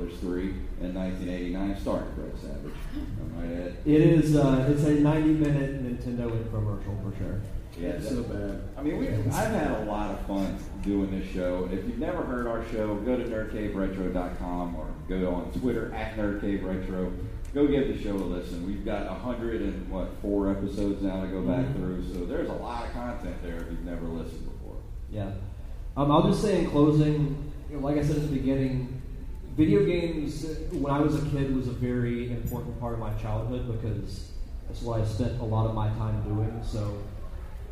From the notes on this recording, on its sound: Live Panel from Gulf Coast Fan Fest 2018. Gulf Coast Fan Fest in Biloxi, MS.